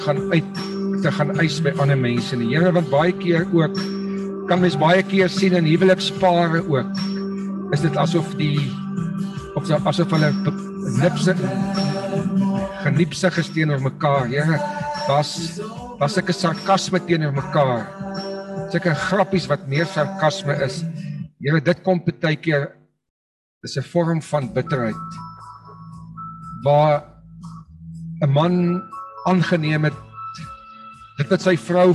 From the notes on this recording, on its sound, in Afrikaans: Manne van die Woord Zoom Byeenkoms